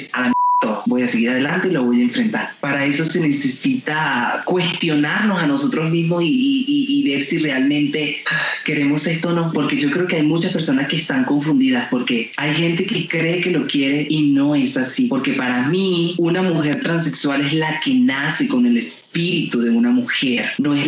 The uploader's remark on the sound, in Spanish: conversó vía Skype desde Bogotá con CNN en Español